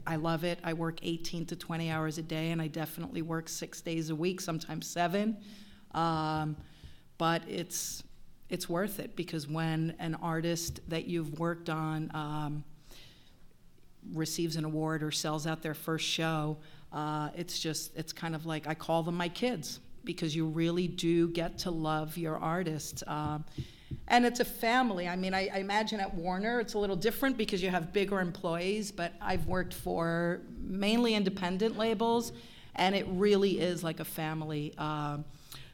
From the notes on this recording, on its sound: In this special live episode. This panel discussion was part of a music industry event that took place at William Paterson University in November, 2016.